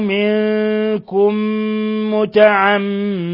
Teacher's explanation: ومن قتله منكم متعمدا، إذن في عندنا مثلين صغير، منكم يعني ميم أضغمت الميم الأولى في الميم الثانية وصارت ميما واحدة مشددة · Term: إضغام مثلين صغير